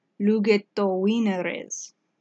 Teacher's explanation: the final E in lugete blends with the O · Term: elision